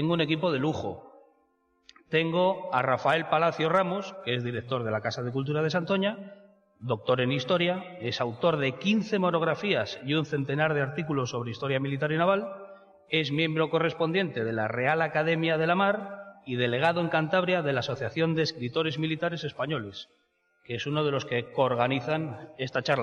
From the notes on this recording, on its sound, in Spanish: Antena Historia en directo desde el salón de actos del excelentísimo ayuntamiento de Santoña.